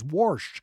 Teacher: pronounced the word wash as warsh with a strong R sound